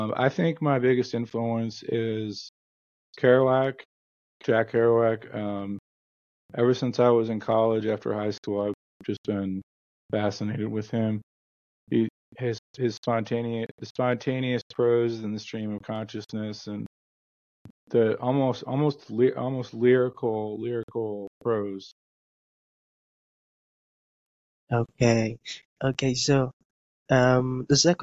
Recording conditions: drop-outs